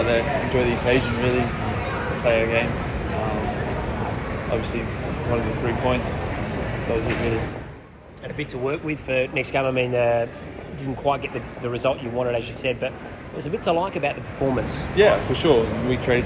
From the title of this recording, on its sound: Post-Match Press Conference